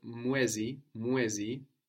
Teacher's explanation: Before a vowel, most of the time the u doesn't get crushed, it turns into a w